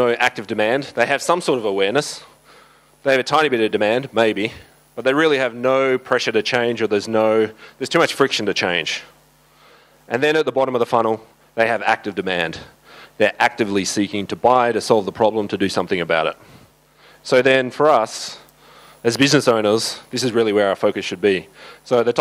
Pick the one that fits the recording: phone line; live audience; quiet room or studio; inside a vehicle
live audience